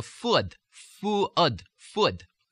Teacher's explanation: This one also, the tongue pulls away and creates a diphthong